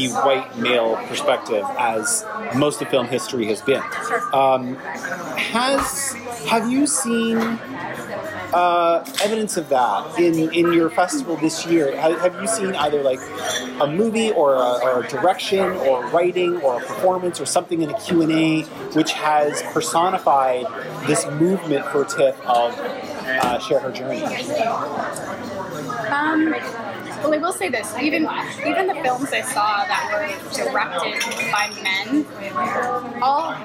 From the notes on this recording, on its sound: Apologies in advance as the cafe was a teeny bit louder on-mic than it seemed in-person, but I believe the show isn’t inaudible in any way.